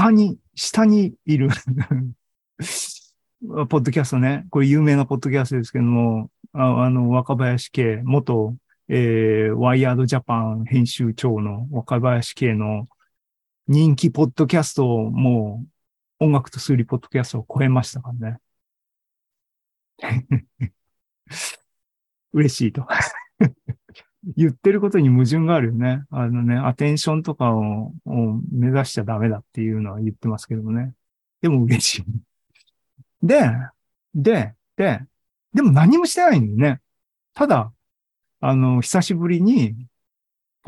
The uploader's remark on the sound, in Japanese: ２０２２年１０月２６日に開催した ZOOMライブの模様です